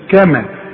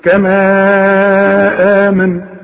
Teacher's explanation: اذا وقفت على كما اديها حركتين فقط، انما اذا وصلت امدها اربع حركات